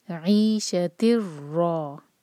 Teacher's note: ہم تا کو سیدھا را سے جوڑیں گے اور ناک میں آواز نہیں لے جانا. عیشت الرا، را پر فتحہ، ساتھ میں الف، دو حرکہ لمبا کریں گے اور منہ بھر کر پڑھیں گے، را ہیوی ہے.